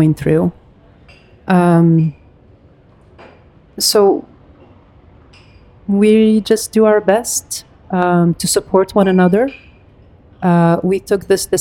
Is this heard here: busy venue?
yes